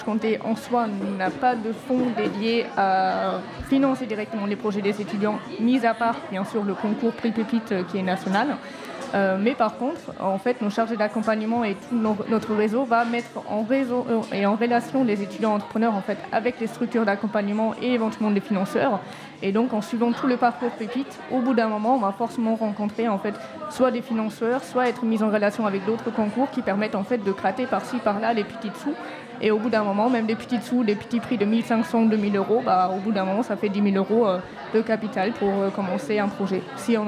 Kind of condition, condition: setting, busy venue